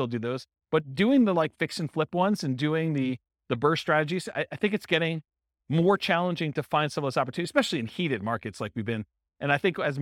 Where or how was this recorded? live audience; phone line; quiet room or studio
live audience